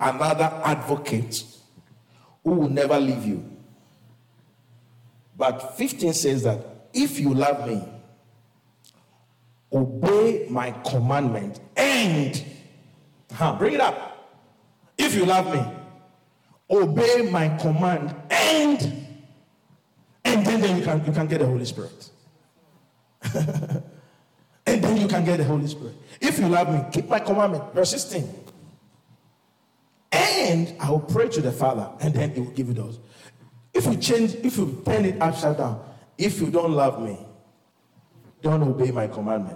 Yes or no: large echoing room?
yes